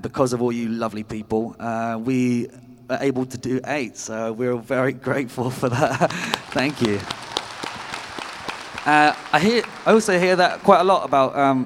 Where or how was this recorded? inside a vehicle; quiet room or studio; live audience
live audience